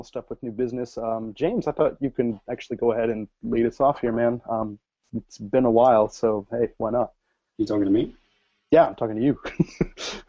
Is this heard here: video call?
yes